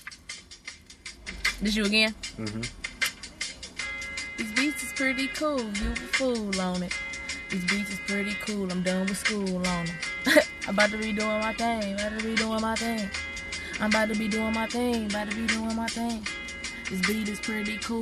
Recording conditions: inside a vehicle